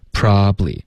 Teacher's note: 这三个音节现在就融成两个了